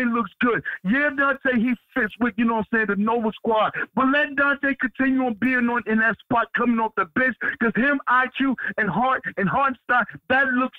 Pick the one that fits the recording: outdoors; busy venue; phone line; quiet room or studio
phone line